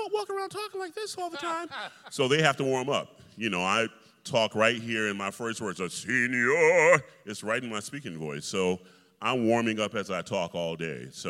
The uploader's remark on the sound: In this conversation, recorded immediately before the final dress rehearsal of Rigoletto in 2018. An audience of several hundred local students.